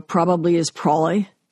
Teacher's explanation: And then um, you know, like ing endings are een, and it's a glottal L, so probably is probably.